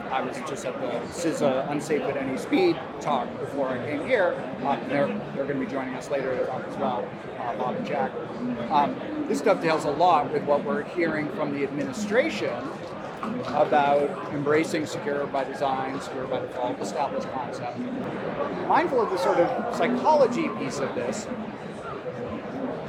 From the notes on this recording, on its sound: on the sidelines of the 2023 Black Hat USA Conference